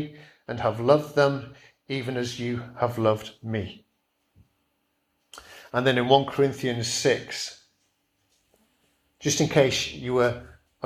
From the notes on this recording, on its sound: Preached at Kirkby Stephen Evangelical Church